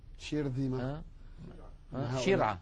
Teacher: الشين لا ينقفل المخرج عند النطق بها بل يبقى مفتوحا يمر منه الصوت